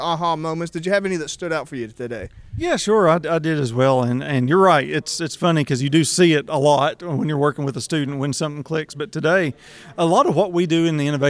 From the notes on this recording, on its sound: Recording this podcast episode at the 2023 West Virginia Makes Festival in Huntington, I find myself immersed in the bustling atmosphere of creativity and innovation. It’s heartening to see school buses outside, bringing students to witness the projects on display.